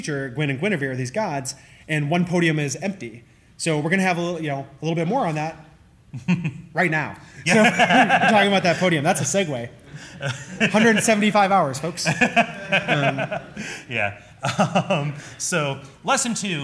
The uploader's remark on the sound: Live Show